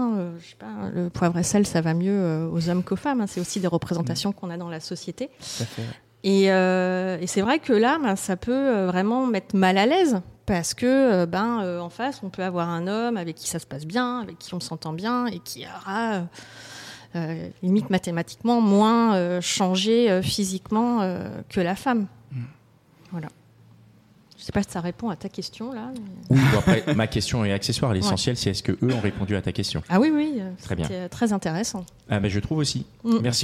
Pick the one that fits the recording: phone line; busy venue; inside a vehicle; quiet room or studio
busy venue